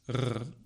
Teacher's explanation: For example, the French word roi, meaning king, can be pronounced with a uvular trill